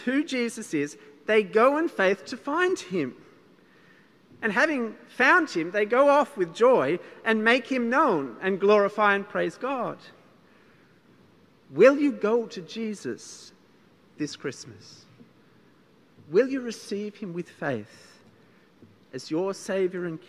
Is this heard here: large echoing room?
yes